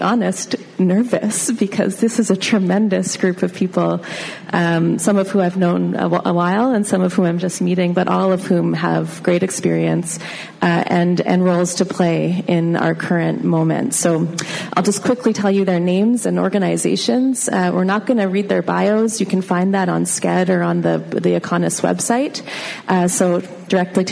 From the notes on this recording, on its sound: Live from EconoUs 2019. We are podcasting live from EconoUs, which is the Community Economic Development Conference in London, Ontario.